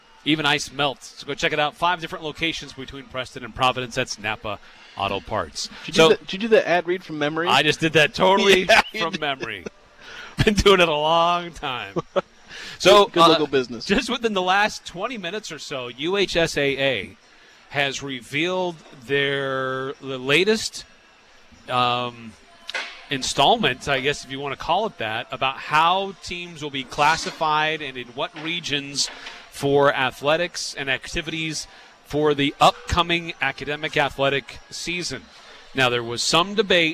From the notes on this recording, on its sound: Live at Beehive. Broadcast the show live from Beehive Grill.